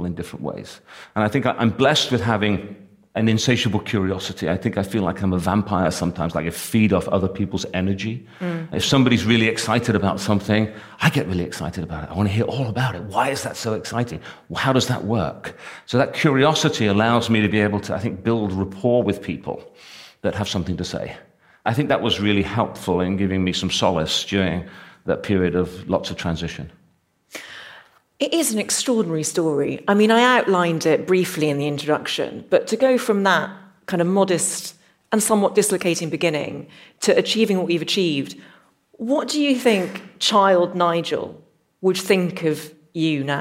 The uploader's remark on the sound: This episode was recorded in front of a live audience at an annual event hosted by Clearscore , the free credit score app.